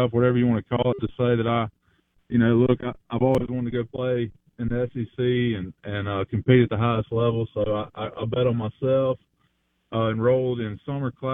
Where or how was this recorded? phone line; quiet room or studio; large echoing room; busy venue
phone line